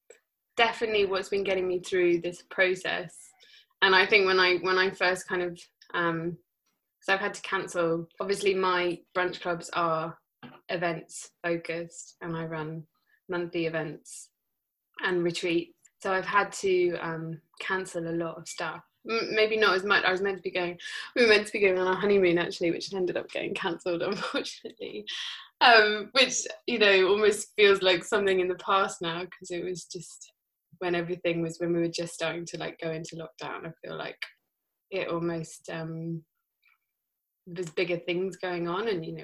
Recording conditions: video call